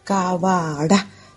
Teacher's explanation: ¿Dónde se carga más fuerte la voz? Cabara, en la última sílaba.